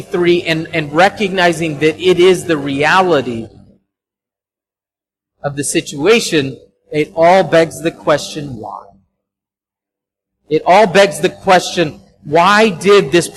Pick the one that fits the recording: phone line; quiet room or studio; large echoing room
large echoing room